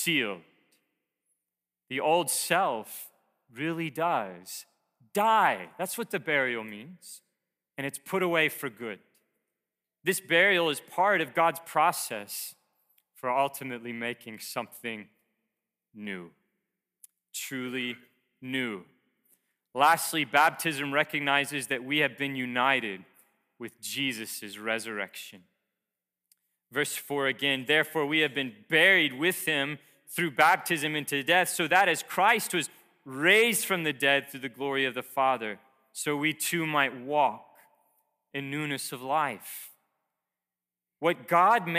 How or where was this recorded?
large echoing room